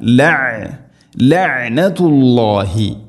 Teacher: ഐൻ മഖ്റജും ശ്രദ്ധിക്കണം, തൊണ്ടയുടെ മധ്യഭാഗം ഹംസയായി പോവരുത്